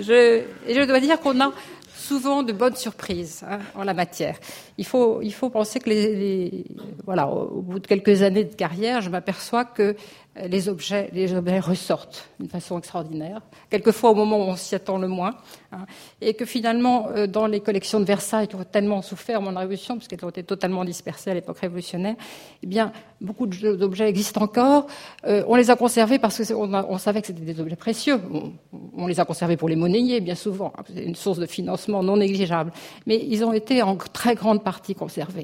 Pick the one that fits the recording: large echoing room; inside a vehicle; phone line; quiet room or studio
large echoing room